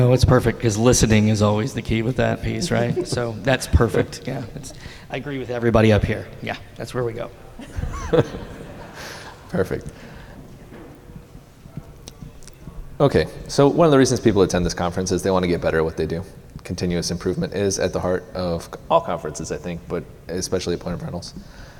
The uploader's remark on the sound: At Point of Rental's 2023 International Conference, we welcomed several rental leaders up to the stage